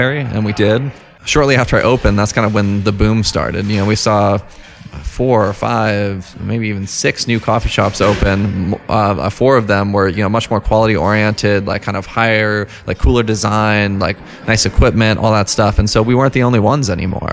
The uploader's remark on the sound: goes on location to Harbinger Coffee, a home-grown Fort Collins coffee roaster and cafe